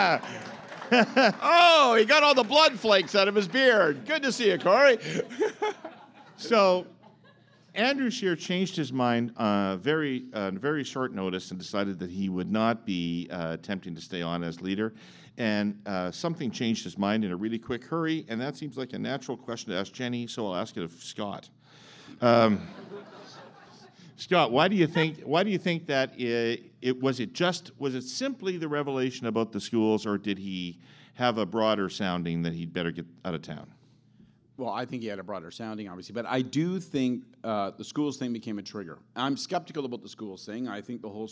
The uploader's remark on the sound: Canada 2020 hosted a LIVE event. LIVE showing of the Herle Burly Podcast.